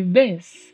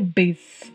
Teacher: A letra V em espanhol tem sempre um som parecido com o B. B de bola, mas é um B assim mais suave · Shown in: first take